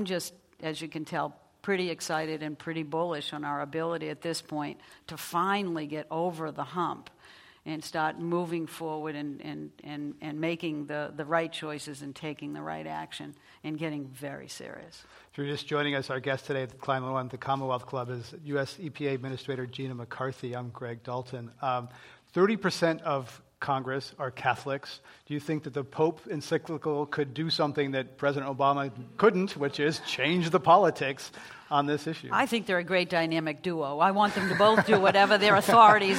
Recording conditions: live audience